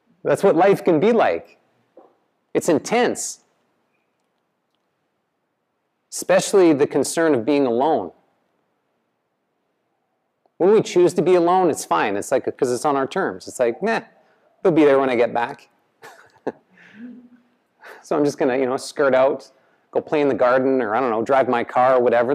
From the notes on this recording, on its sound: The live recorded lecture took place before a yoga practice at Peace Retreat in Los Pargos, Costa Rica in January of 2022